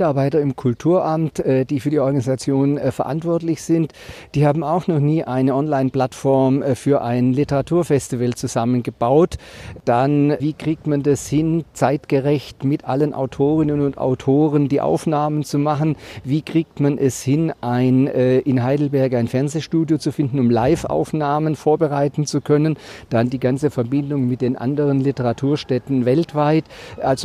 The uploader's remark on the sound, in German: auf dem Uniplatz